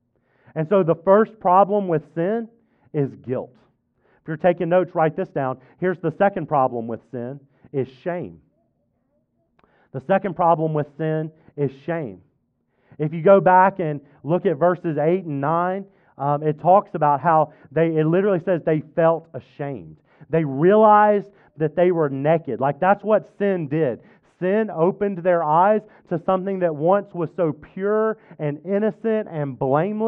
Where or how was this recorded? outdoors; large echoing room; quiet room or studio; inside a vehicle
large echoing room